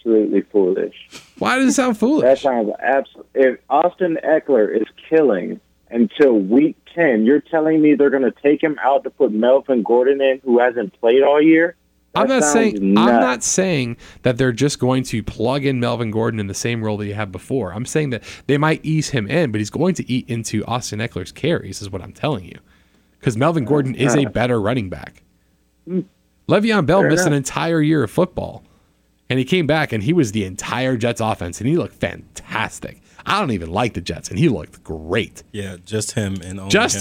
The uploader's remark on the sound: joins us via telephone